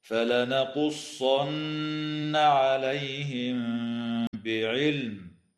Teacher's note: تخفى الميم الساكنة عند الباء مع الغنة في قوله تعالى عليهم بعلم